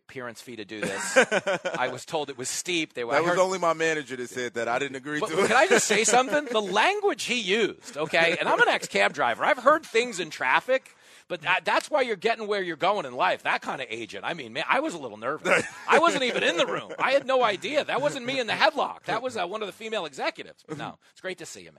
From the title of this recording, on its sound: Live from Nashville to celebrate real American heroes at the 5th annual Fox Nation Patriot Awards